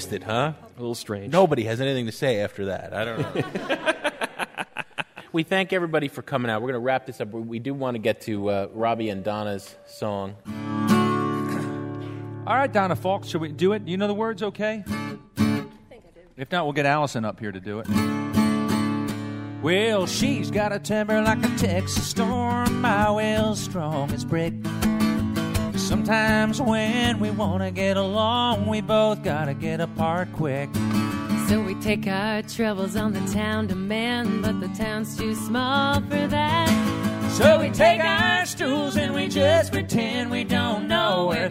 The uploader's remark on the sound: As well as a live studio audience.